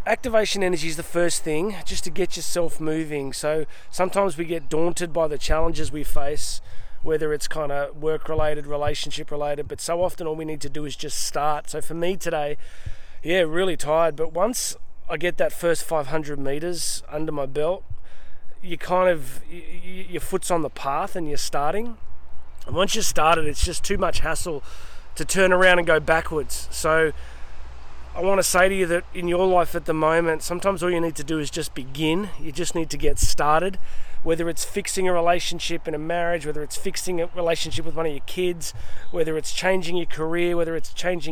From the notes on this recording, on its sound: Today I am coming to you live from some random rainforest in Queensland and a swamp that I found in the middle of it.